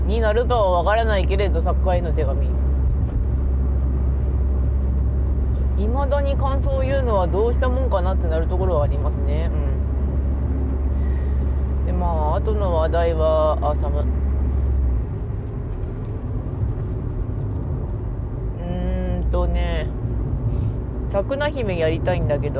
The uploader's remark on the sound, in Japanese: 休日に車の中でぐだる。From Radiotalk。